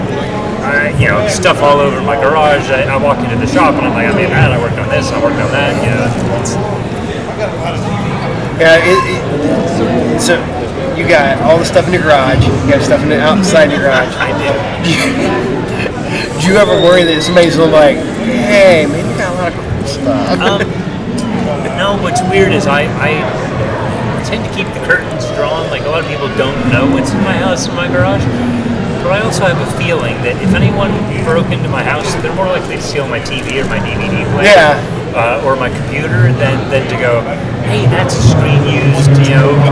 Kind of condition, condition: setting, busy venue